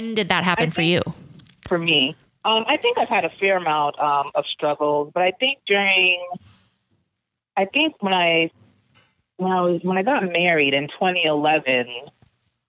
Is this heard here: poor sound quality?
no